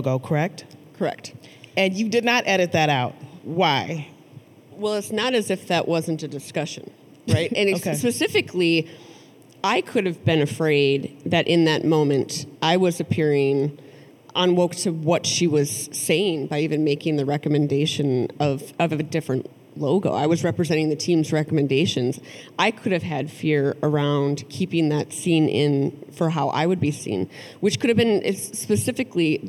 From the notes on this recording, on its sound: a live conversation at the Minnesota Council of Nonprofits' 2022 Annual Conference